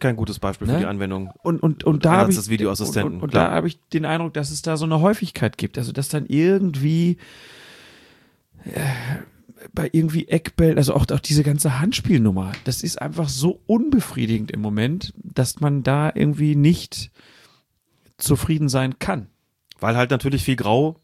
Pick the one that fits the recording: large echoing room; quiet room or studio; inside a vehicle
quiet room or studio